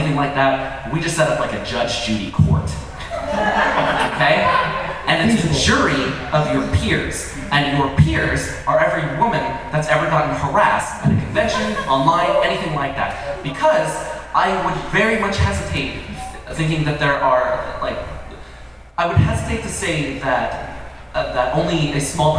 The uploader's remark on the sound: LIVE from WonderCon! Brings the show to WonderCon in lovely Anaheim, CA! It’s our first episode in front of a LIVE audience. The panel was titled “Uncomfortable Questions from a Terrible Hat”.